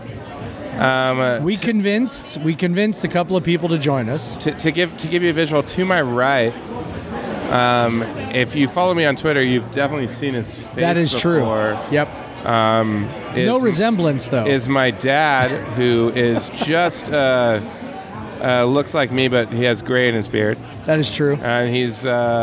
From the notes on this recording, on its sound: Live from Coug-owned Single Hill Brewing in Yakima!